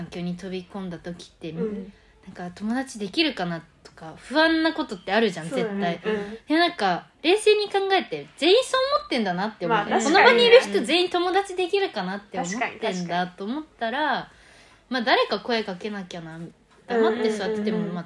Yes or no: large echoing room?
no